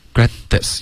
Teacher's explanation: Regret，跟 this 这个应该要咬舌尖。